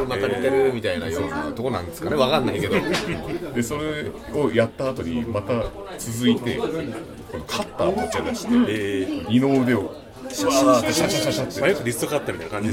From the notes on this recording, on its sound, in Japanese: 今回は東京都八王子の居酒屋「暫」さんで出張収録を行いました。